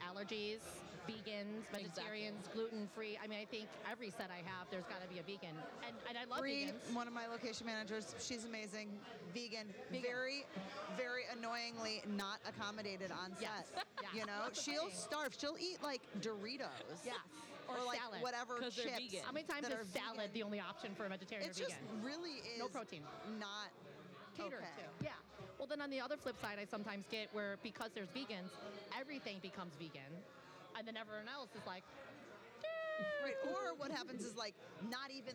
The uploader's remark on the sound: We're live at the Arrogant Frog Bar